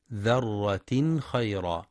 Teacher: وإظهار التنوين إظهارا حلقيا في ذرة خيرا لوقوع الخاء بعده